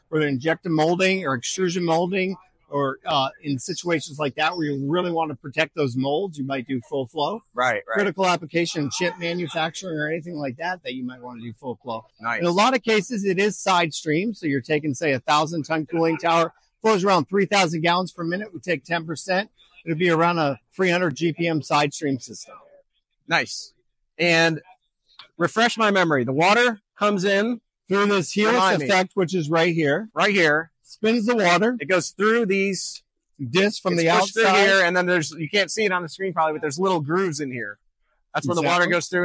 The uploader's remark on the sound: LIVE at AHR